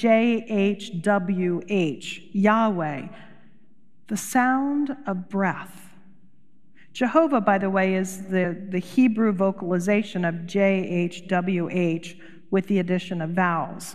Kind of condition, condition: setting, large echoing room